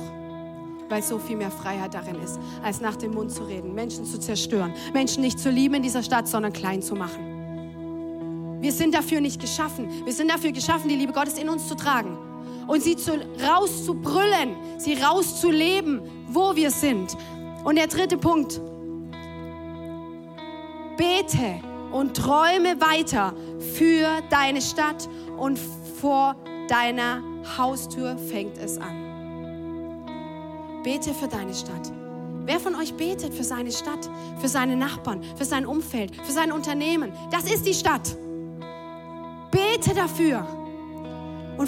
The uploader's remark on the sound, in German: Audiomitschnitt der Predigt